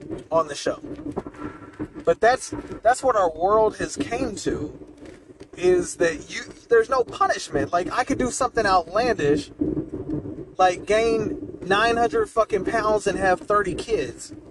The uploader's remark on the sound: Late Night December Drive Talk. I recorded this towards the beginning of the month but couldn't find the file until now, my apologies.